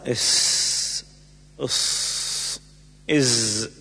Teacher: من بين طرف اللسان ومن بين الثنايا العليا والسفلى مع انفراد ما بين الفكين ويخرج منه السين والزاي والصاد · Term: الأحرف الأسلية